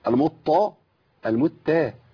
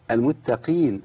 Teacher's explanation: القاف هنا المكسوره دايما بتبقى ايه؟ ضعيفه جدا، بس ما تصلش الكاف · Shown in: second take · Term: القاف المكسوره